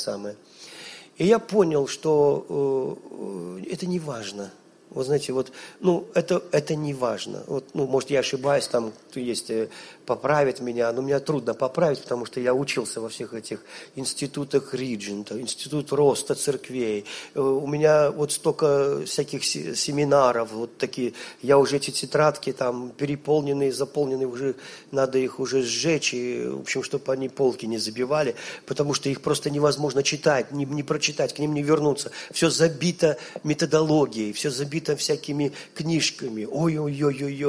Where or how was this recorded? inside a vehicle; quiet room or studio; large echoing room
large echoing room